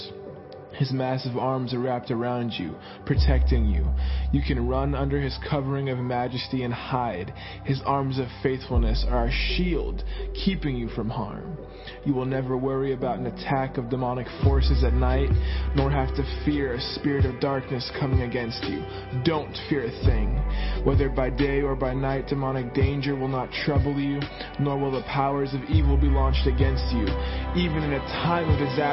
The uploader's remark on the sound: Sunday Morning Service.